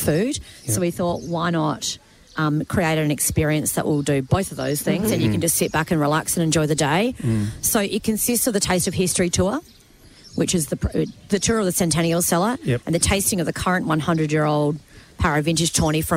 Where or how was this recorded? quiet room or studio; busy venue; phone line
busy venue